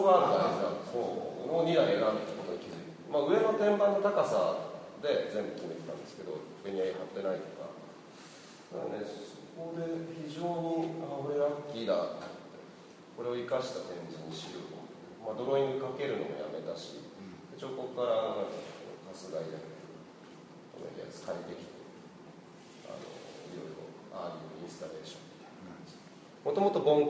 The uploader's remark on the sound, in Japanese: 会場：金沢美術工芸大学 展示室。第7回AGAIN-ST「OUTBOUNDー彫刻シンポジウム外伝」のトークイベントの録音です。